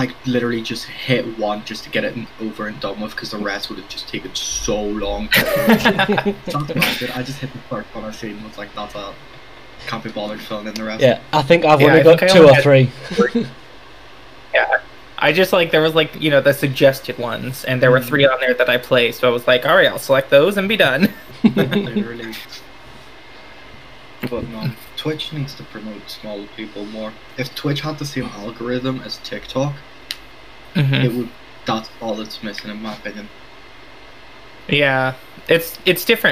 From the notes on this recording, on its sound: we did have some technical difficulties